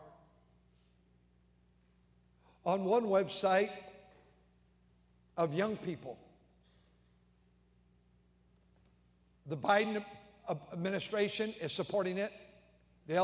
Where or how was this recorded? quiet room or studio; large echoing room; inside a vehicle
large echoing room